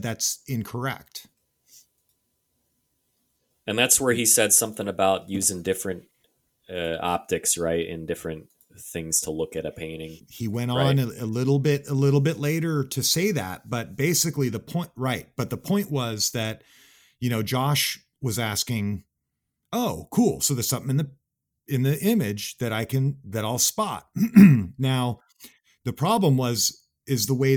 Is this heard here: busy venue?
no